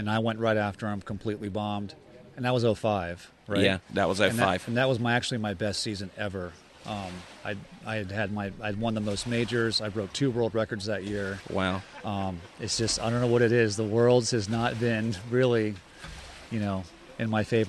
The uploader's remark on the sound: This was recorded at the recent Syndicate Hilltop Pro-Am Slalom Tournament.